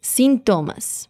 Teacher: Primero te llamo la atención para la palabra síntomas, que a diferencia del español que la énfasis está en la letra I de la primera sílaba, síntomas. En portugués la énfasis está en to, así que decimos síntomas. Como si estuviera diciendo que no hay tomas, síntomas.